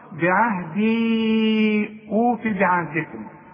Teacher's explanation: وأوفوا بعهدي، بعهدي في فوق اليه شرط عريضة علشان تمد إذا وصلت أربع حركات، وتمد حركتين مد طبيعي إذا وقفت، تقول بعهدي إذا وصلت، بعهدي أوفي بعهدكم، علشان كل مد بعده همز بنمد أربع حركات